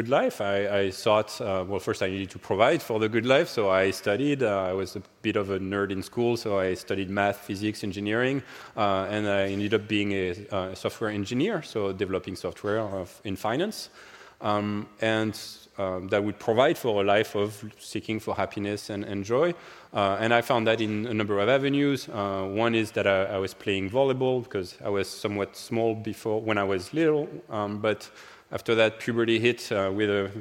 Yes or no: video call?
no